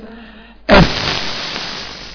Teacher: جريان الصوت اسمها صفة الرخاوة